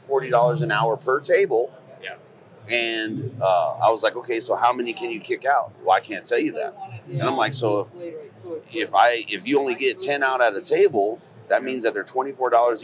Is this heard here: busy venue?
yes